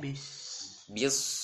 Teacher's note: Ketika masuk ke sad, diberikan sifat tafkhim.